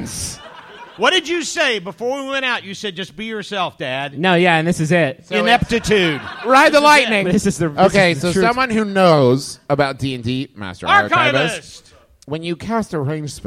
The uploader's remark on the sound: Live in Los Angeles!